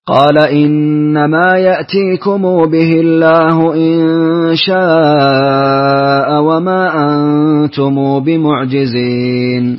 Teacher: صلة ميم الجمع وقصر المنفصل